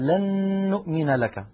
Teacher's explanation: أدغمنا النون في كلمة لن بكلمة نؤمن التي بعدها، فنشأت نون مشددة طولنا غنتها حتى صارت أكمل ما تكون